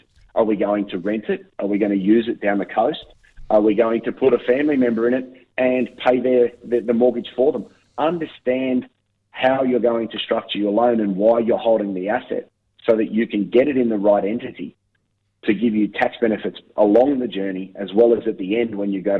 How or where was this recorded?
phone line